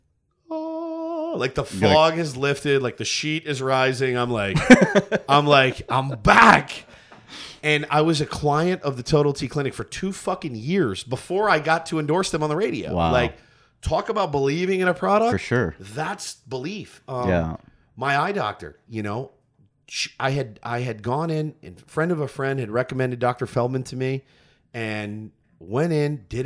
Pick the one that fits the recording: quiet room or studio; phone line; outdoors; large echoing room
quiet room or studio